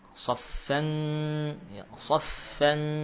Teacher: terjadi ikhfa dan suara gunnah betul-betul terpusat pada pangkal hidung.